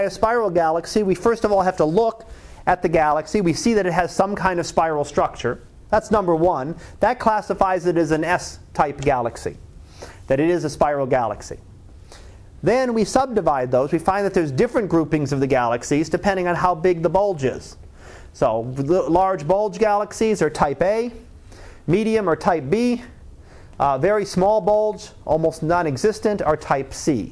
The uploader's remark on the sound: Live Class Lecture